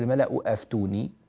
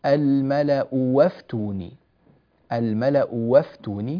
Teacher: أيضا إبدال الهمزة واوا في الملأ وافتوني، لابد من إبدال الهمزة واوا هنا · Shown in: second take · لا تقول الملأ أفتوني، الملأ وافتوني، الملأ وافتوني في حالة الوصل.